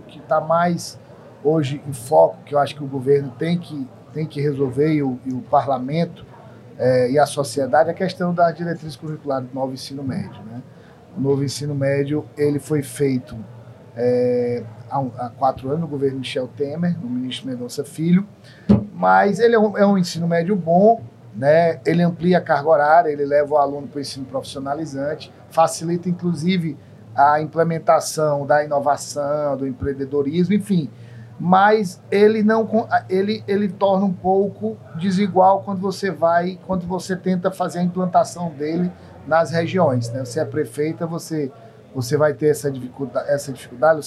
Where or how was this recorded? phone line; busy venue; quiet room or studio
busy venue